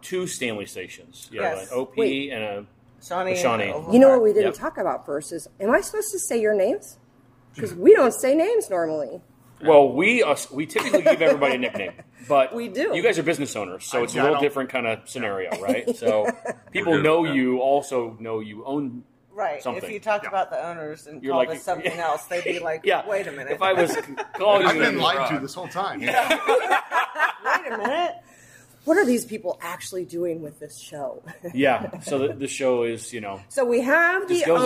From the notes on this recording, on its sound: They are on location in downtown Kansas City at Oak & Steel Craft Drinkery. First ever on location show.